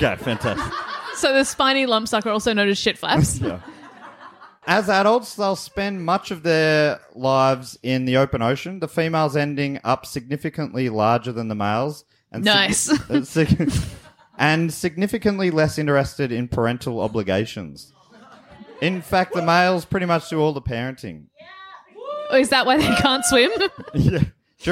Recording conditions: live audience